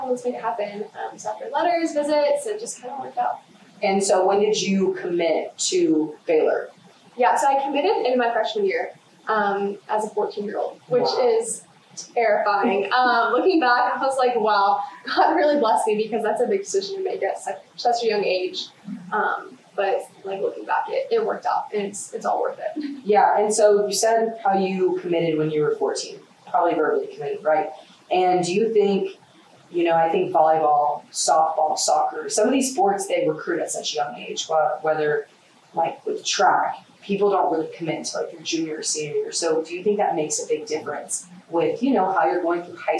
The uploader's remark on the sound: There were technical issues during recording and we could only recover rough audio from the first 8 or so minutes of the episode